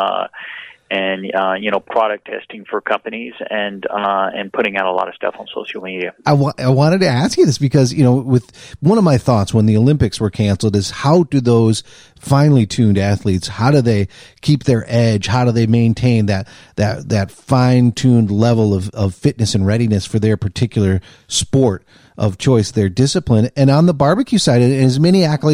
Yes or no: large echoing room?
no